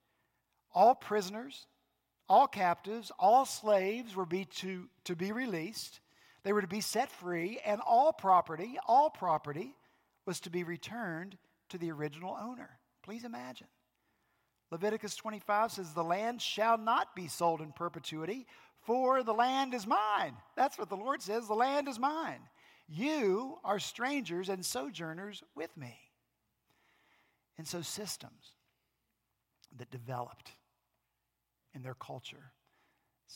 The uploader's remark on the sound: Last Sunday, April 28 at Redeemer Presbyterian Church in Charleston, SC